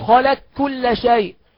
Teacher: هذا الادغام ادغام كامل محض، لا تبقى معه صفة الاستعلاء، لازم تدغم لي القاف في الكاف ادغام كامل، تقول لي خلق كل شيء ادغام كامل محض، مفيش اثر لحرف القاف لا ذاتا ولا صفة